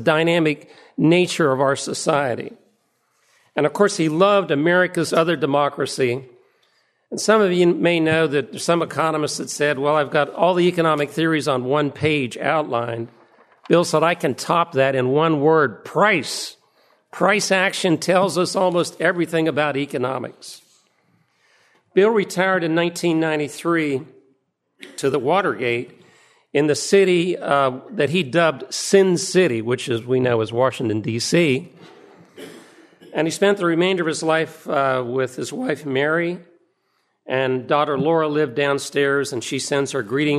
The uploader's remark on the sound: Presented at the Austrian Economics Research Conference on 21 March 2013 at the Ludwig von Mises Institute in Auburn, Alabama.